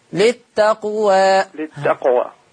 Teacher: انتبه لقلقلة القاف وانتبه الى المد الطبيعي، ما تقولش للتقوى وتمد قوي